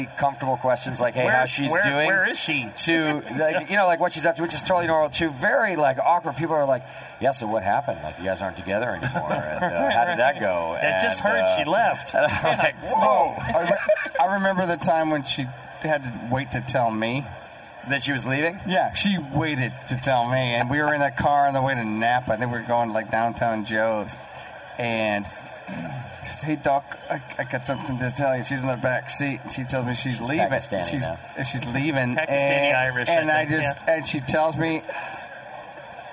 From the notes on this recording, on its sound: Broadcast live from the National Homebrewers Conference in San Diego. In this on-location episode of Brewing With Style.